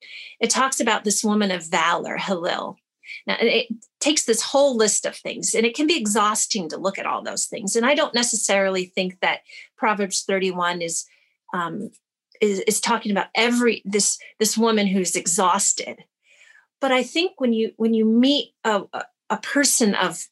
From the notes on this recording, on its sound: Teaching from the February 7, 2021 Zoom Gathering